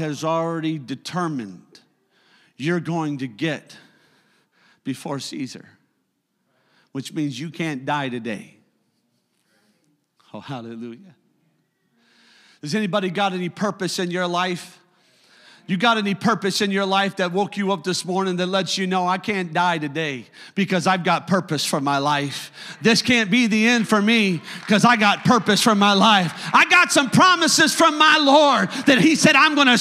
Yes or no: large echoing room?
yes